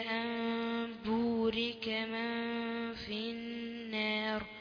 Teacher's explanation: النون مش هقول أن بالإظهار إنما هتتحول لميم مخفاة